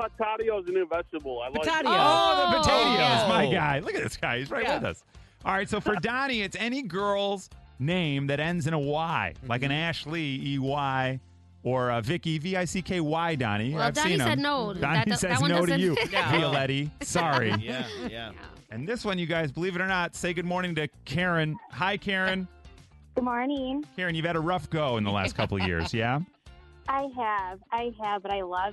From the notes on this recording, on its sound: Even an assistant principal called in to the show.